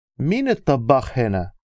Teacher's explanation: in Egyptian Arabic the question actually tends to go up at the beginning and down at the end rather than up at the end